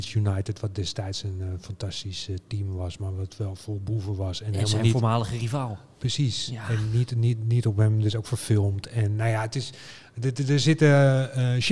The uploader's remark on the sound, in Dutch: Dat alles doen we live vanuit Bibliotheek Neude in hartje Utrecht.